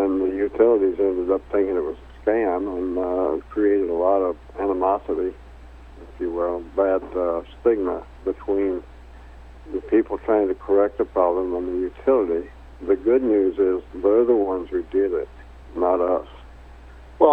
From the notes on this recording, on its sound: called in to SmallCapVoice